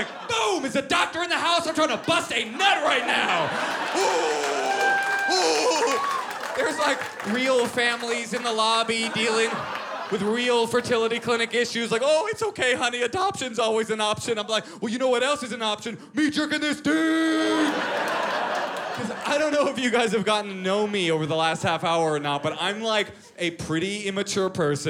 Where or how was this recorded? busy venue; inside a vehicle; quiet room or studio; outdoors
busy venue